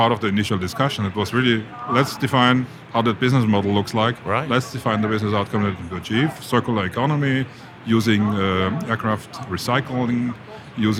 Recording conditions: busy venue